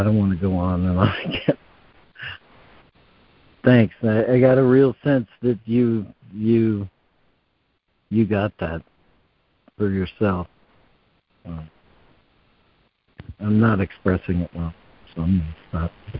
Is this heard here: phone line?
yes